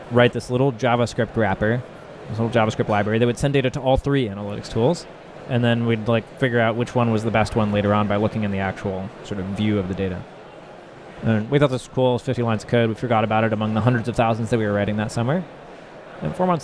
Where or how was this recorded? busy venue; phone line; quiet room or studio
busy venue